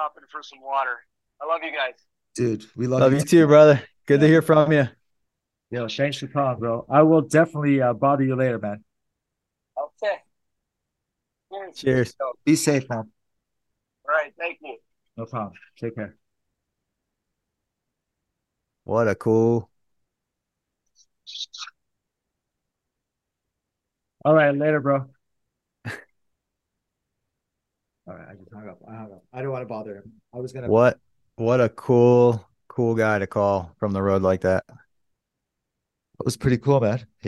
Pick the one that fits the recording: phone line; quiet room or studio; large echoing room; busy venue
phone line